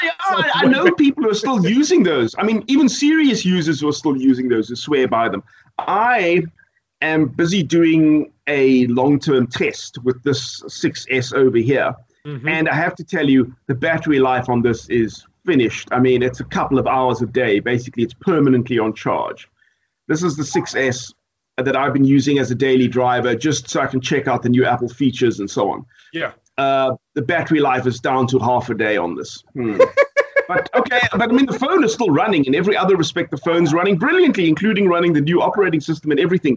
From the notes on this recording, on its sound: Recorded via Skype.